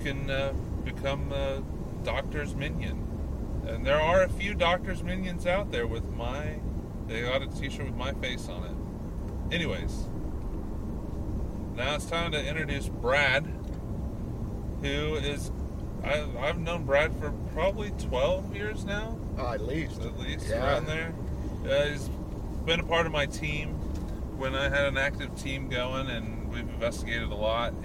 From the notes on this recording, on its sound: On this episode we take Ectoplasm Show on the road! While driving to a wedding.